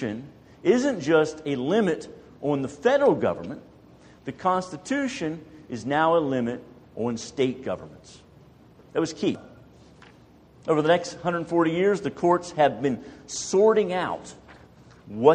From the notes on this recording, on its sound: More than a dozen churches in our community gathered for an evening of lectures and discussion. This is an audio recording of the second of the two lectures delivered.